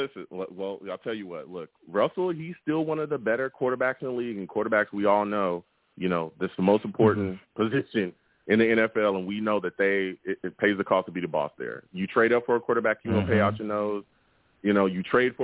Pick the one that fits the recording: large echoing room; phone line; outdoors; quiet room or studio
phone line